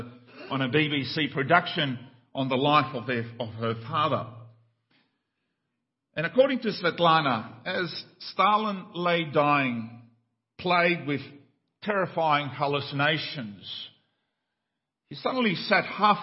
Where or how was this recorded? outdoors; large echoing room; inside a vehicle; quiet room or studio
large echoing room